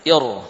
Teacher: walaupun hamzah wasolnya kasrah, namun ra sukun tetap dibaca tebal · Term: ra dibaca tebal